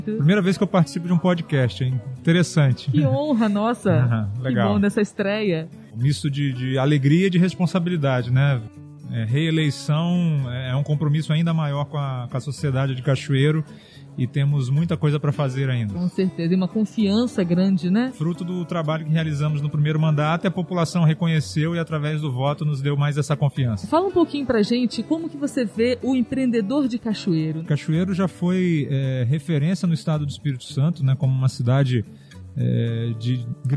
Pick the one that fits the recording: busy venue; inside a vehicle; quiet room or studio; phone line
busy venue